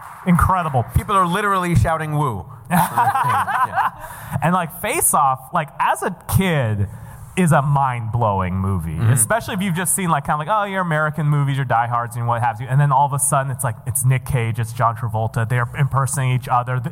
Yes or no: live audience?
yes